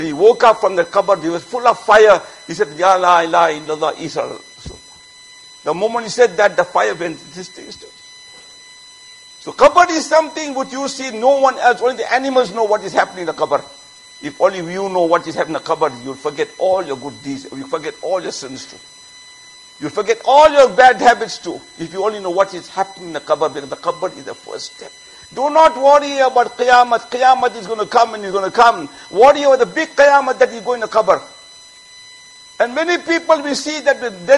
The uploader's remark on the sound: Jumuah Lecture at Masjid Mueenuddeen